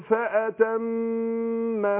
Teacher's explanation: في الوقف تاخد غنه حركتين. ما انا سكنتها.